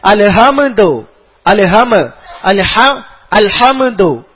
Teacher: അൽഹംദു എന്നുള്ളതിൽ മീമിനെ കൽക്കല ചെയ്യുക, അങ്ങനെ അൽഹംദു അൽഹം അൽഹംദു അങ്ങനെ പറയുന്ന തെറ്റാ. · Term: ഖൽഖലത്തുൽ മീമി